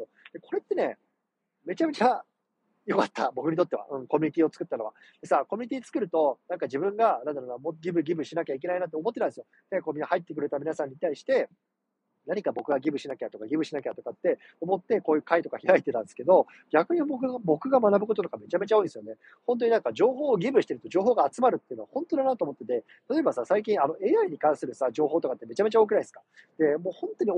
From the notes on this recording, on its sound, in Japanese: 車の中から収録してます。